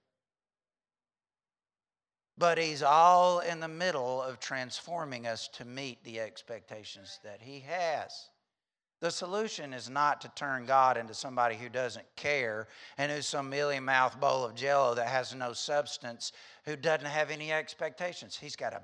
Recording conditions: large echoing room